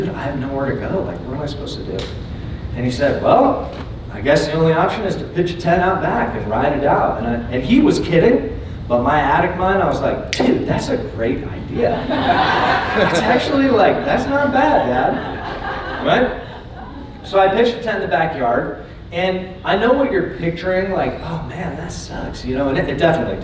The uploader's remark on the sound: Keynote Presentation from Emergence '23. I recently presented at the annual Emergence Conference in Orange County.